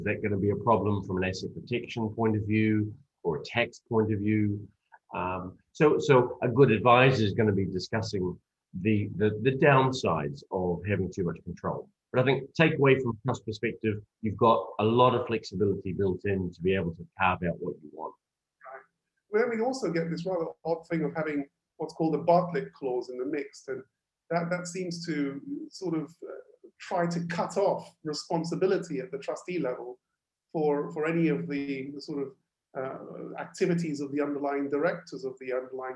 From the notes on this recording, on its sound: Webinar audio recording dated 8 Dec 2020.